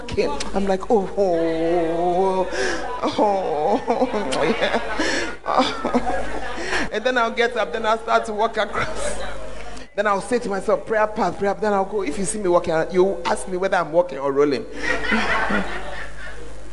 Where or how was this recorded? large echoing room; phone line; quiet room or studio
large echoing room